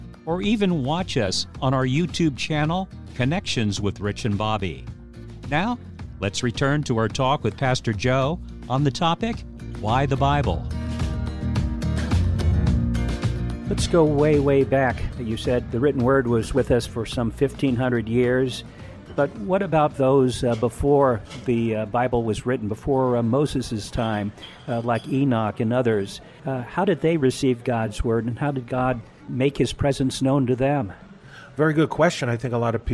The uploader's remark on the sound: We’re continuing our talk at a local café.